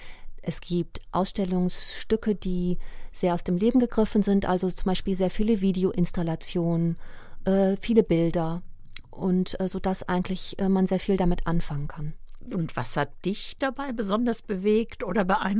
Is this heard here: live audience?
no